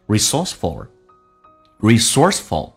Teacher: 记住 f 跟 u 跟 l 直接可以发成 fl，叫 ful，舌尖抵住上齿音